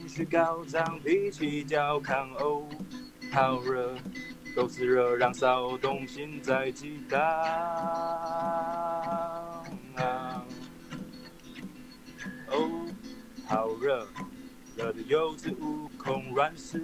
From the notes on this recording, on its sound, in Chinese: 這集我們用遠端語音通話收錄。那邊的音質會比較差。